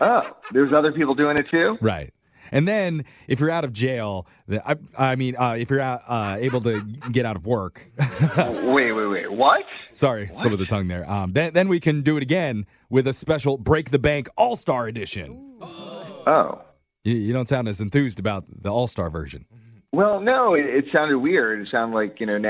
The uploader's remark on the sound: Phone Tap